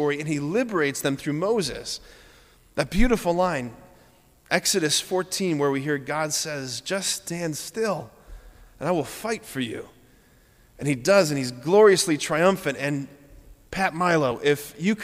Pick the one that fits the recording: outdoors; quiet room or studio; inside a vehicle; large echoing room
large echoing room